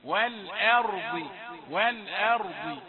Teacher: حتى إذا وقفنا والأرض فخمت الراء والضاد تفخيما قويا، وأما الهمزة فهي مرققة، لم نسمع على همزة مفخمة أبدا.